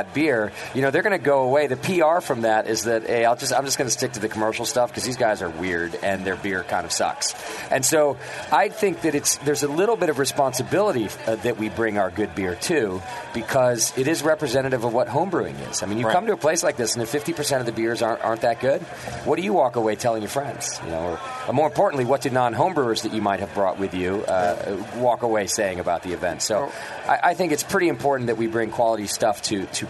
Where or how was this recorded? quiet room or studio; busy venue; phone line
busy venue